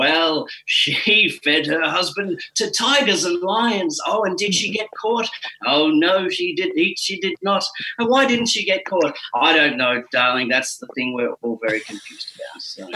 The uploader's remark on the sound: Recorded at our homes over Zoom — pumped through the RØDECaster™ Pro — into your ears.